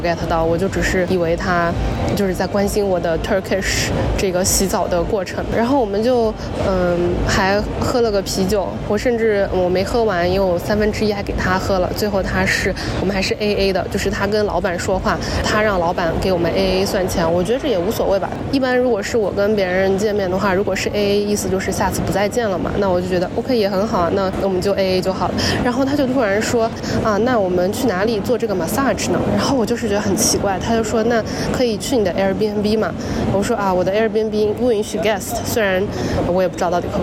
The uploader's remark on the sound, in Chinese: 这期是来自罗马古城Perge和伊斯坦布尔机场的现场报道